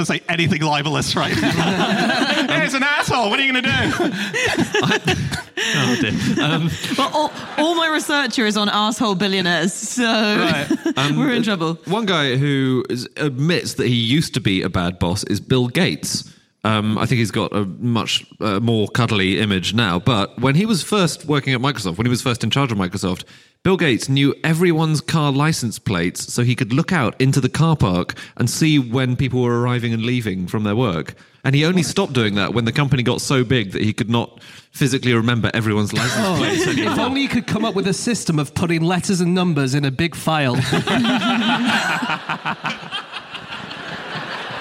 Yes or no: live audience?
yes